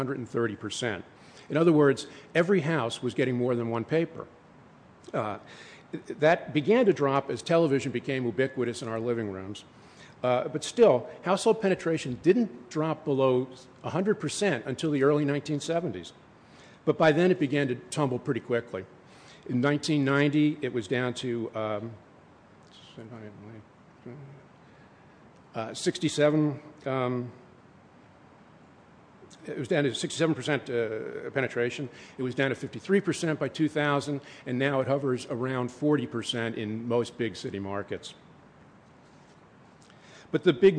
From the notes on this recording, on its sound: The podcast is an excerpt from a presentation. Gave the presentation at the 2010 Paper Recycling Conference & Trade Show in June.